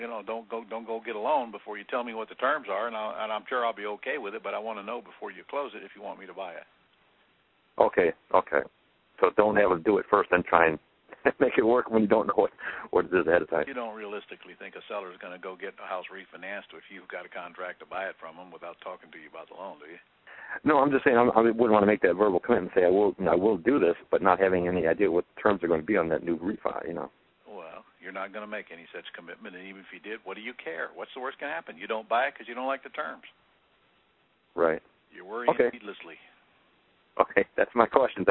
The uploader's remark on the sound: Q&A Call.